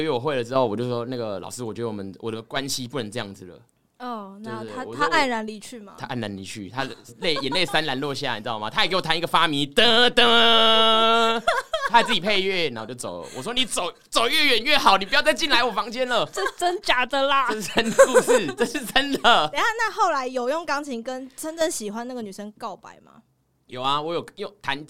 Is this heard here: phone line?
no